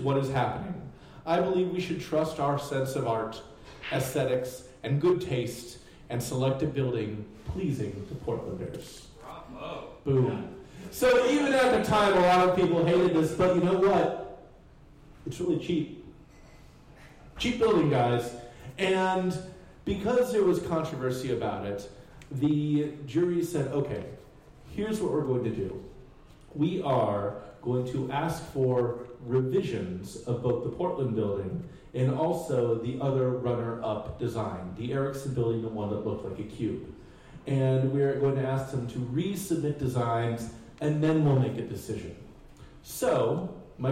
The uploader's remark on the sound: Live at the Jack London Bar. Stumptown Stories meets on the second Tuesday of every month at downtown Portland’s Jack London Bar.